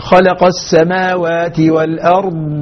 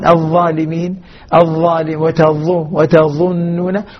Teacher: أميز الضاد عن الظاء بالمخرج وبصفة الاستطالة التي للضاد والتي لا تكون للظاء